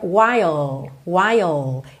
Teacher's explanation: Esse L dura um pouquinho mais.